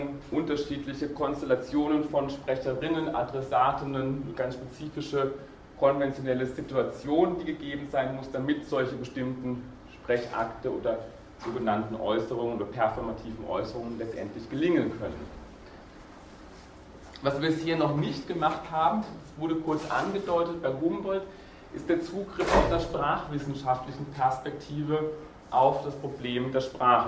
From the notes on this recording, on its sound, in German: Diese Vorlesung wurde von Studierenden aufgenommen